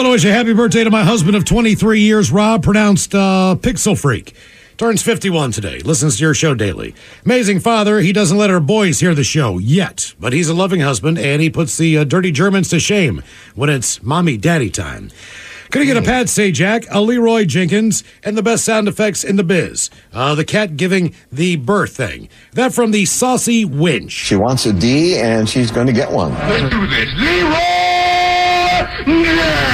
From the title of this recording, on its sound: Special Phone Call!